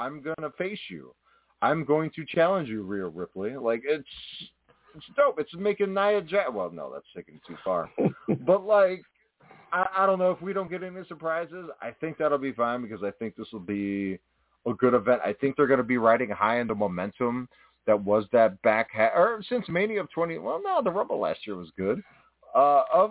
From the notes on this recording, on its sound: We are live with so much to discuss, we said screw the run sheet, it's out the door! The phone lines are open.